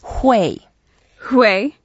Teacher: The first word, 会, that is a fourth tone, so we go down.